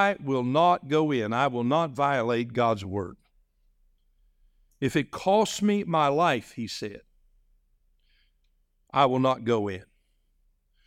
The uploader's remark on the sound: This message was delivered on November 19, 2023, during our evening service.